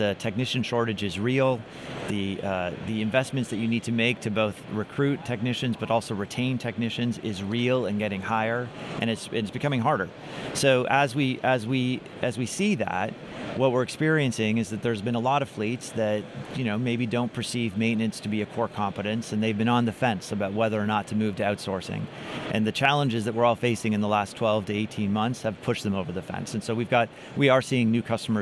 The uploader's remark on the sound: on the show floor of the Technology & Maintenance Council's annual meeting